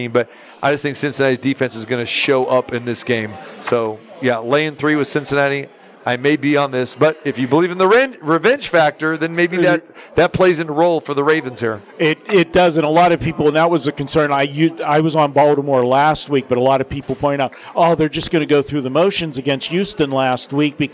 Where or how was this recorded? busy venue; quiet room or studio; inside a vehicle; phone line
busy venue